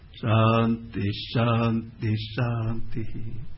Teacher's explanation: और ओम शांति के साथ उद्दात्त भी है, शांति शांति शांति ही। और पूर्ण मद की शांति में सब अनुदात्त है